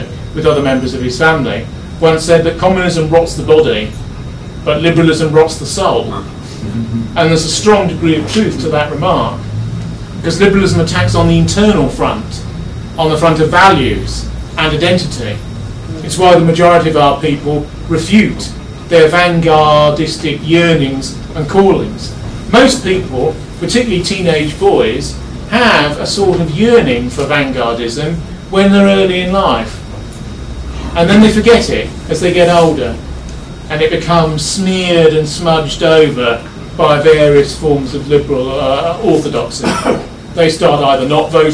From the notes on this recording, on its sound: London Forum lecture in London on December 3, 2011